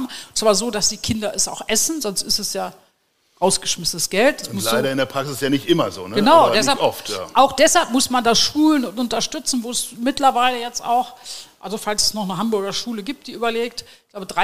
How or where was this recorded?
live audience